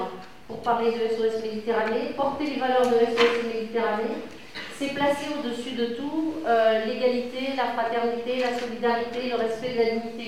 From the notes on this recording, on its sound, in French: Vous entendrez ici un court extrait de cette conférence.